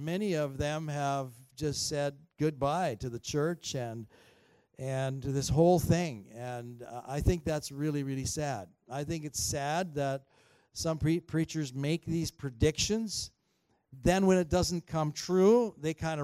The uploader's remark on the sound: At THRIVE Church Vancouver, Canada.